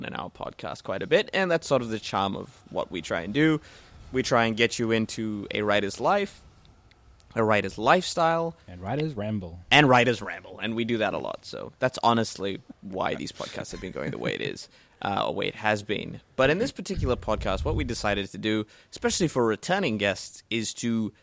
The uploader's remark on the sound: Recorded live at the Brunswick Street Bookstore.